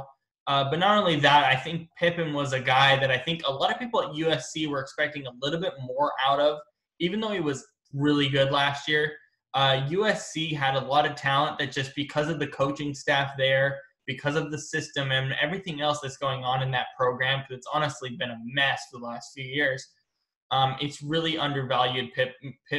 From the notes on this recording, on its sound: Are on Zoom for a special edition episode of Hat Trick Sports Talk.